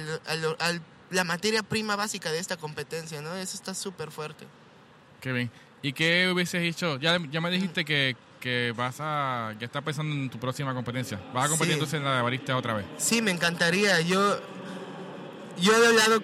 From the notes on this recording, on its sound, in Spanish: La entrevista fue grabada en el Coffee Expo en Boston.